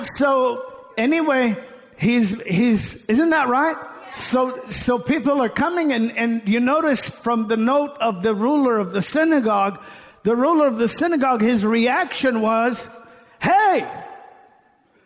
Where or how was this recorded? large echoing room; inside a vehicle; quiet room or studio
large echoing room